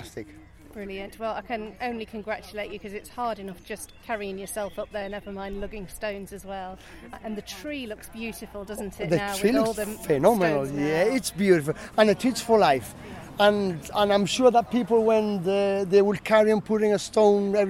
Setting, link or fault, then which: setting, outdoors